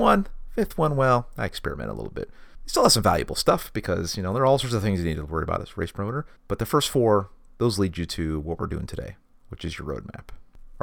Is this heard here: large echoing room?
no